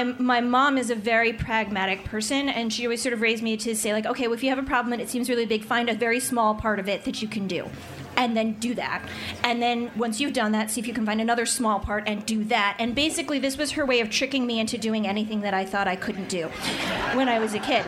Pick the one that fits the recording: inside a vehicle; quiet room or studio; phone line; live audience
live audience